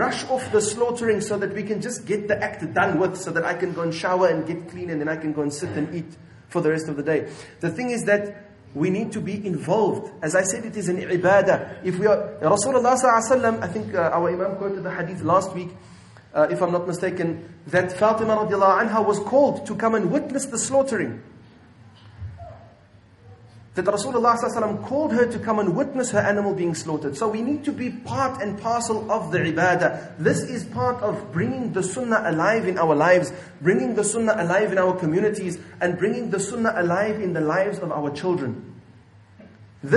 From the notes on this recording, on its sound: at Masjidul Jumuah Milnerton 9/8/19 for Jumuah